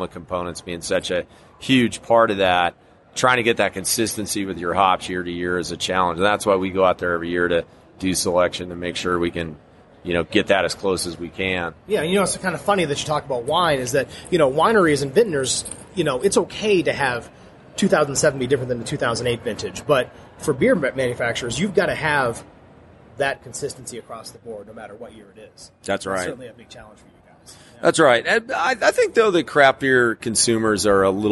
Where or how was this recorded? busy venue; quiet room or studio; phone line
busy venue